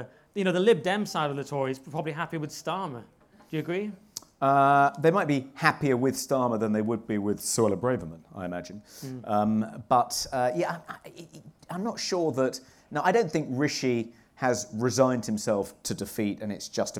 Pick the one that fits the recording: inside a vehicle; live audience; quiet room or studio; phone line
live audience